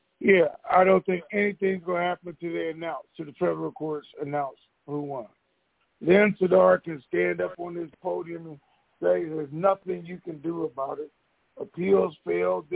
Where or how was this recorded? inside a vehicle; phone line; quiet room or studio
phone line